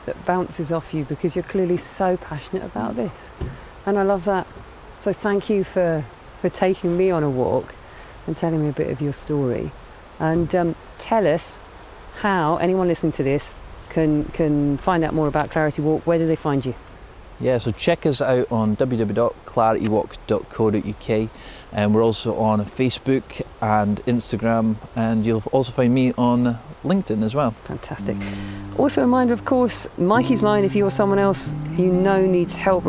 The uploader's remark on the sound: take a walk and talk through Reelig Glen